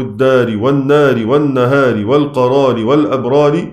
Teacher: التنبيه الثالث: إذا وقفت على نحو الدار والنار والنهار والقرار والأبرار لأصحاب الإمالة في نوعيها يعني الكبرى والصغرى، رققت الراء بحسب الإمالة